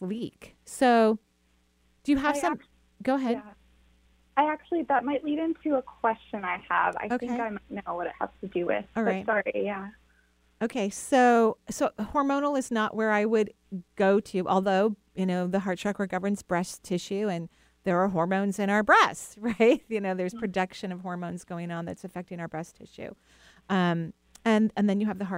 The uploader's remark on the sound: Enjoy this call in show.